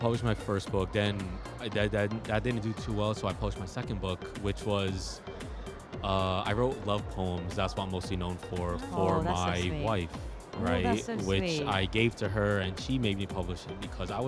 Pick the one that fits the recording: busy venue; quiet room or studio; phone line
busy venue